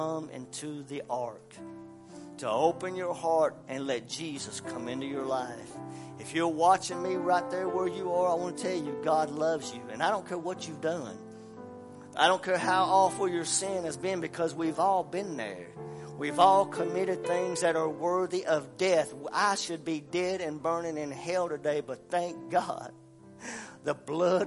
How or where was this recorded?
large echoing room